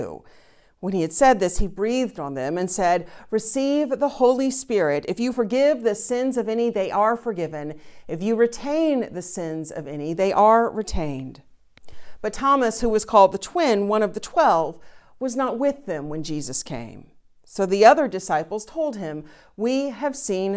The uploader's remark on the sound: Recorded live each week at First Pres in beautiful historic downtown New Bern, North Carolina. First Presbyterian Church, New Bern, North Carolina, established in 1817.